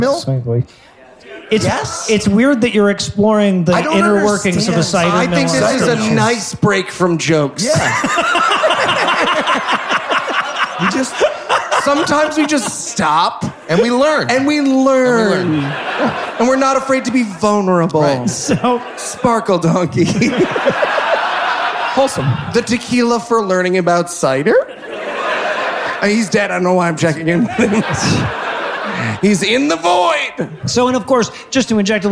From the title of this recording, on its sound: LIVE from Seattle